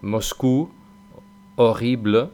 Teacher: Eso es una O abierta. · pronunciáis pues una O similar a la española, porque la O española viene siendo más o menos abierta